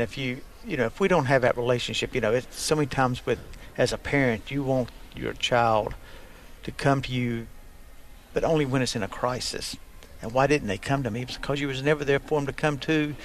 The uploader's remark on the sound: Live from the Man Up Confrence Fort Mill SC